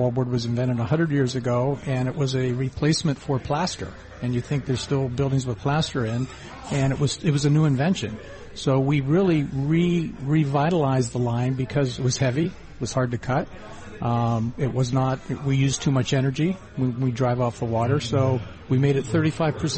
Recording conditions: busy venue